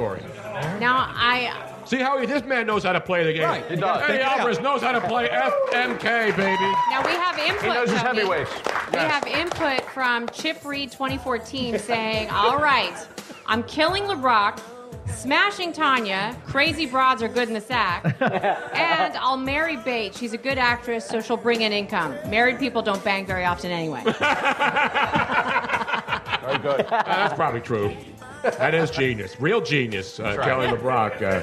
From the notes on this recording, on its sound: Another great crowd and fun night on the Podcast. Was upset with the slow internet.